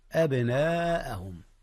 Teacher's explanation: أولا هنا قلقلة في الباء يا أستاذنا. أبناءهم، ثم بعد ذلك جاء المد المتصل يا أستاذنا، حيث الهمزة والألف في كلمة واحدة، كلمة أبناء.